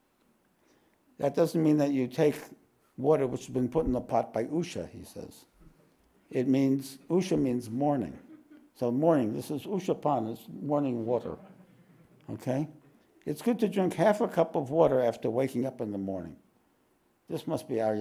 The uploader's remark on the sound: This podcast was recorded live at The Ashram in Mount Eliza on the 10th of June, 2023.